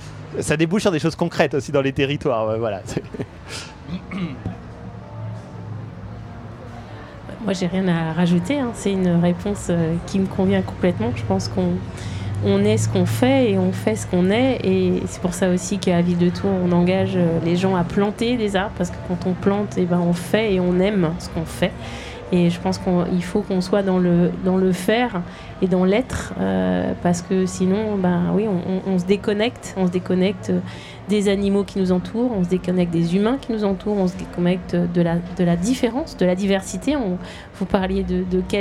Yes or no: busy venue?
yes